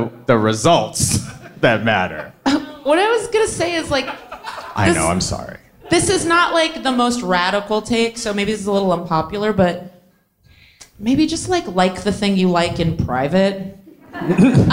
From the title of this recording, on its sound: Live from Brooklyn, NY